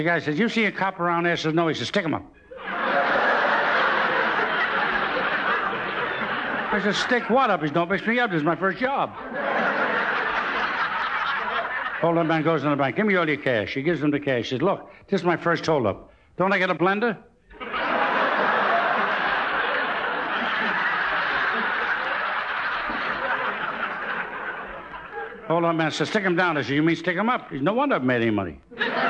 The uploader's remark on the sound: The recordings here take place in front of a live audience with occasional musical interludes.